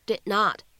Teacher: 那么这两个单词呢，放在一起，我们可以有一个不完全爆破的处理 · IPA: /dɪd/ /nɒt/